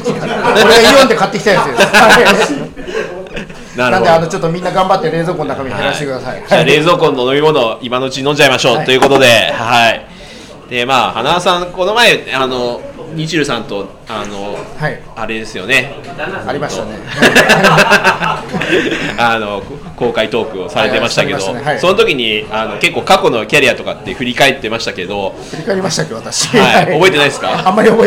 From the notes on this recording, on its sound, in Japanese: 久々に公開収録を行いました